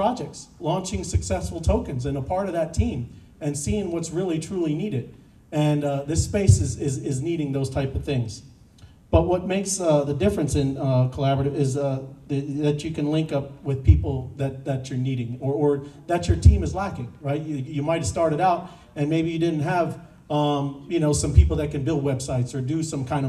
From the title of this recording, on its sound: Pitch Night at NFT Connect - Austin TX. - June 6, 2022 - Open Mic